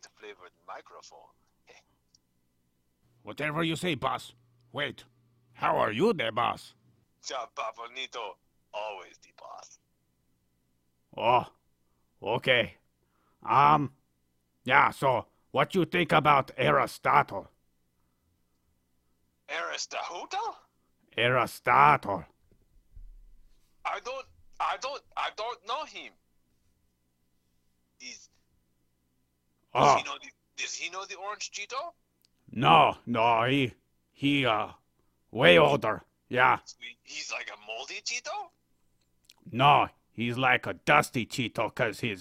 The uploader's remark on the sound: Phone Interview